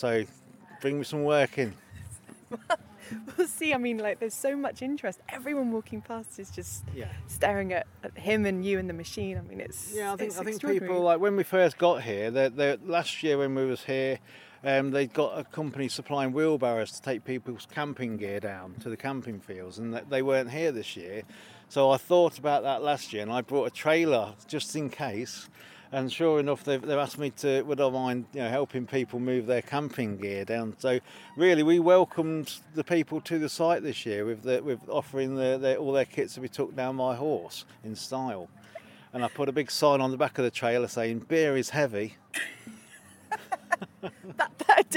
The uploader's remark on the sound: At the Timber Festival this summer in Leicestershire. At the Timber Festival this summer in Leicestershire.